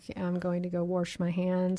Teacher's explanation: Inserting an R, like I'm going to go wash my hands.